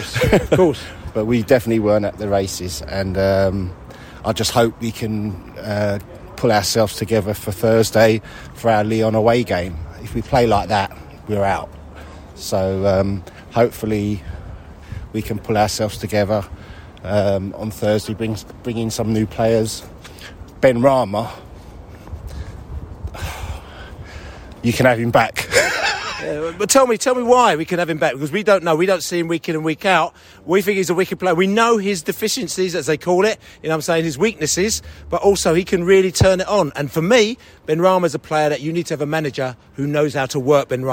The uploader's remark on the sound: Post Match Podcast from The Stands and Pub